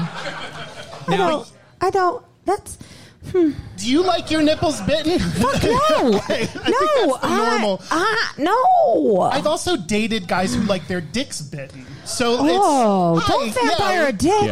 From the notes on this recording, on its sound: Live in Seattle. In our joint Seattle live show. Live during Seattle Pride.